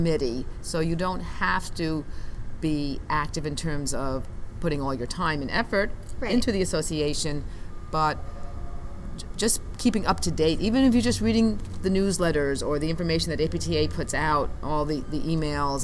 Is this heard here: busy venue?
yes